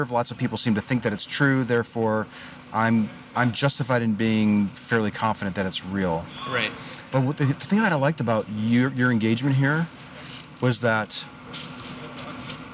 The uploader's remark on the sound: Location: San Antonio, Texas. Recorded w/Go-Pro.